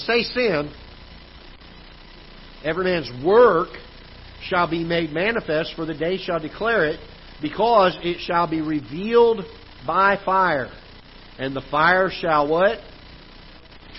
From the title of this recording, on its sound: Ketha Heights Baptist Church ~ Live Broadcast